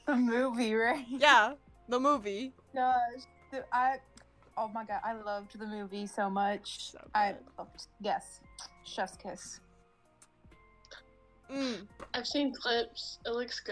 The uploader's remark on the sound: while constantly glitching out and having technical issues